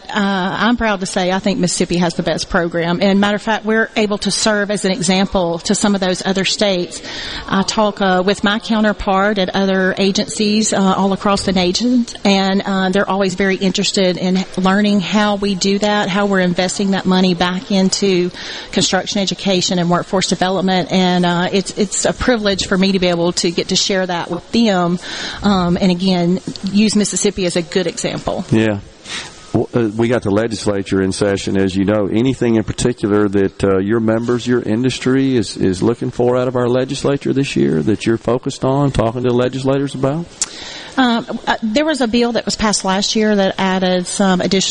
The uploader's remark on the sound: MidDays is LIVE from the Mississippi Trademart for MS Construction Education Foundation Skills Competition